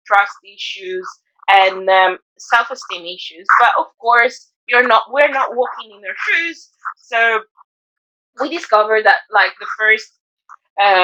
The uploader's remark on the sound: First and foremost we would like to apologise for the audio of this week's episode, it is absolutely awful.